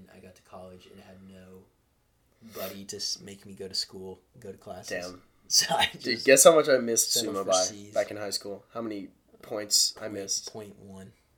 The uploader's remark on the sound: Sorry for the horrible audio our recording equipment is not exactly the best at the moment.